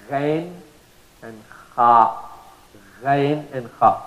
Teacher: Ghain, ghain and kha are pronounced from the beginning of your throat.